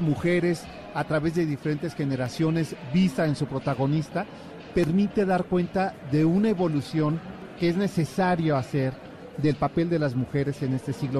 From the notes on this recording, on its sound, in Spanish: Escucha la transmisión desde El Festival del Adulto Mayor en el WTC de la Ciudad de México.